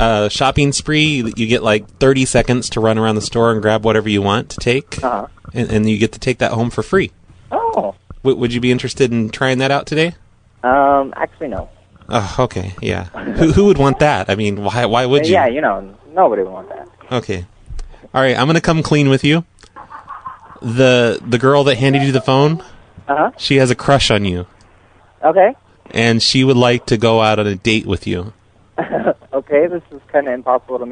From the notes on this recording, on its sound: Personal Prank Phone Calls Collection